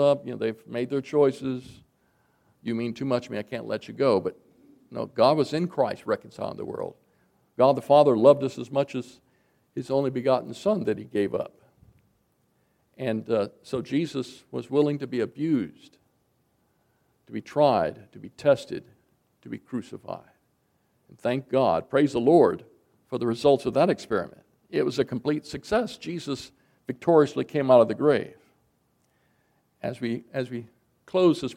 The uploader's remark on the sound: recorded January 20, 2024, at Ringgold Seventh-day Adventist Church.